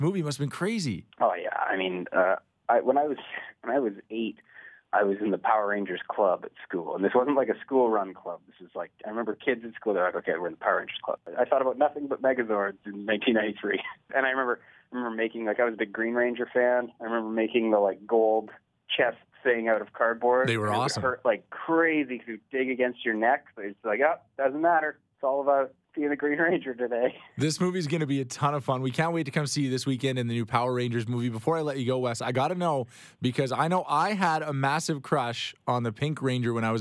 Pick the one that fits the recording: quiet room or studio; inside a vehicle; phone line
phone line